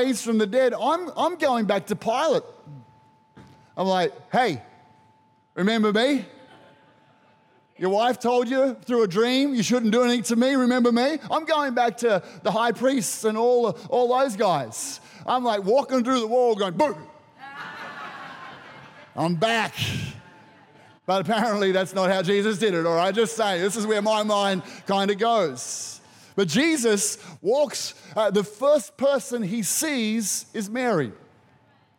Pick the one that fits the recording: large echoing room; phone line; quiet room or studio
large echoing room